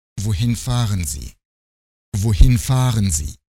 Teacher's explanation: Вопросительные фразы с вопросительным словом произносится с терминальной интонацией. Движение тона нисходящее.